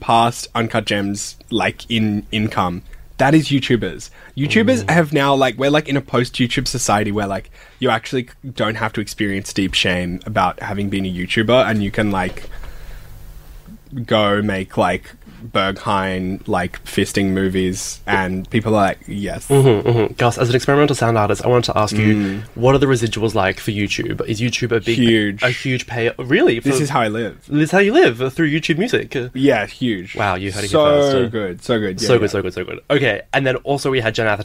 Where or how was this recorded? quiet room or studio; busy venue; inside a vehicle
quiet room or studio